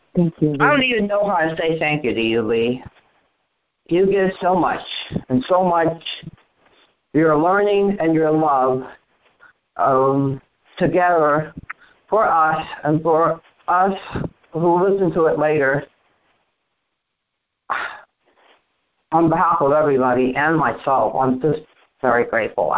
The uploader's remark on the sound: ACIM Daily TEXT Conference Call